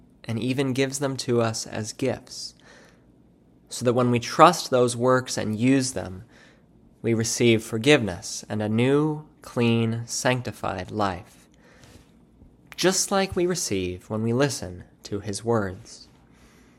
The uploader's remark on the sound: Church Service – Fourth Sunday after the Epiphany